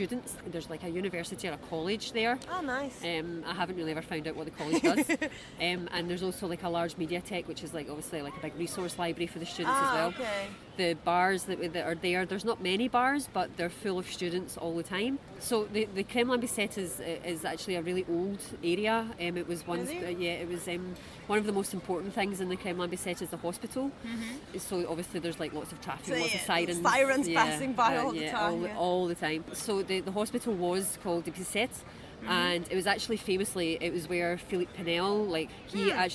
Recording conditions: outdoors